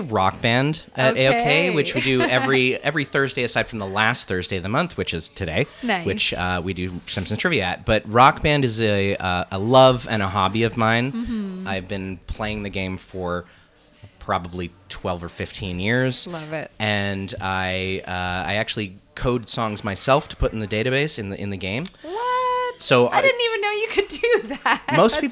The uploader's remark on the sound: live at Goldies Convenience in DTK